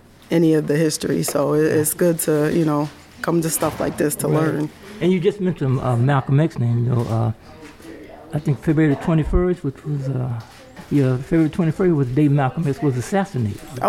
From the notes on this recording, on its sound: Attended a black history film showing "Rustin" at the Art Center of Troy. Interviews some audience members at the preview.